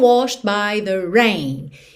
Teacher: É, ele tá escrito aqui nessa forma de passado ou participio, washed, com ED no final, mas o E não é pronunciado. O D pode aparecer mais, menos ou nada, nesse caso não aparece nada, porque a gente já tá indo para um by